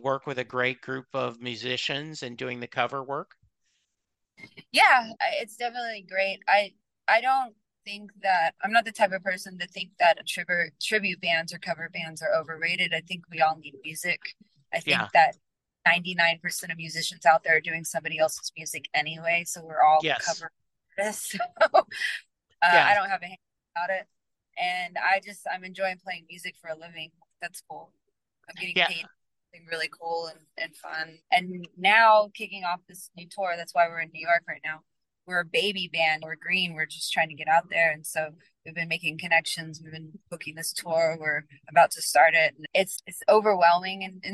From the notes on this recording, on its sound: Joined me from her car right after sound check for a gig in NYC.